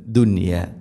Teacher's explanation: ദുന്യ എന്നത് ഒറ്റ പദത്തിലാണ് നൂനും യാ ഉള്ളത്, അതുകൊണ്ട് അവിടെ ഇദ്ഹാറാണ് ചെയ്യുക. വെളിവാക്കി ഉച്ചരിക്കണം, മണിക്കരുത്.